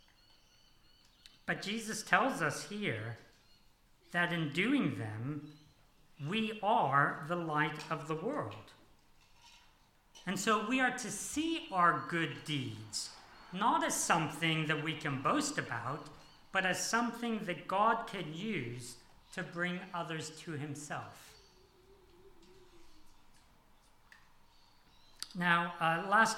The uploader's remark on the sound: This sermon was preached on 23 April 2023 at all services of Helensburgh Stanwell Park Anglican Church.